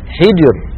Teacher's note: ثانيا إذا كانت ساكنة وقبلها كسرة أصلية نحو فرعون. ثالثا ترقق الراء إذا كانت ساكنة وقبلها ساكن غير مستعل وقبله مكسور نحو حجر. كمان ممكن نقول السحر. · Term: ترقيق الراء